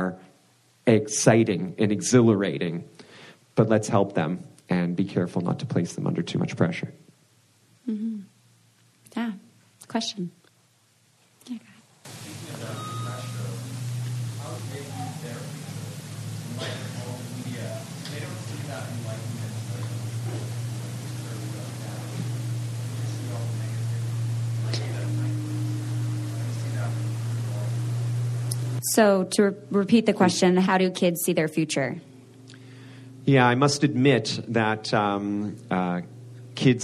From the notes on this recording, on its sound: In a live recording at Fireside Conference.